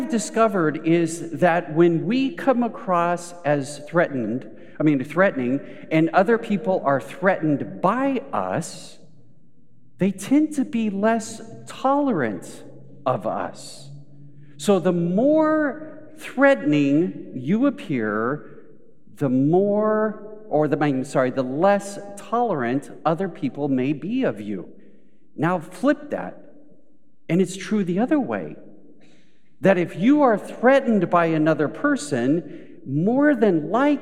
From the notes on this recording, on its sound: Recorded live at Beatitudes Church in Phoenix, AZ.